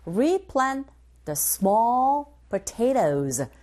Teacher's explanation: 정관사 더를 제외한 모든 세 가지의 단어가 내용을 전달합니다. 그래서 강세가 각각이죠.